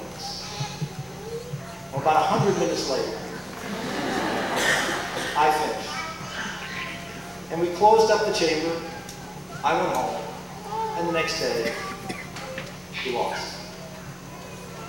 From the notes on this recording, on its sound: delivered the commencement address to the 2003 graduates of Christendom College